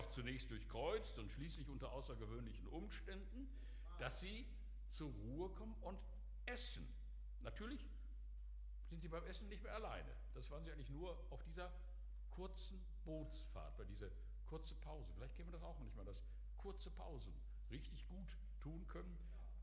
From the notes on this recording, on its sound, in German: Aufzeichnung der Predigt des Gottesdienstes